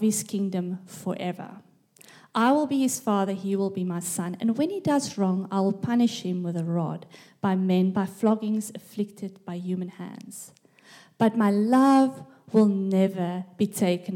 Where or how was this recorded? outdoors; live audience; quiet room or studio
live audience